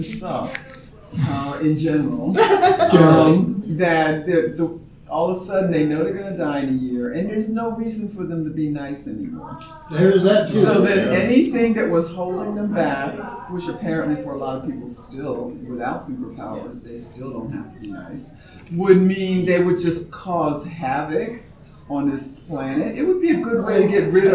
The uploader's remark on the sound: TusCon 50 Panel. Recorded live 11/11/23 Saturday – Panel Room 1.